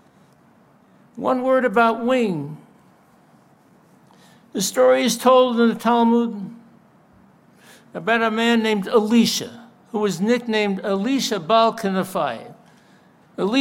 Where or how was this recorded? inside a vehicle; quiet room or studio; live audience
live audience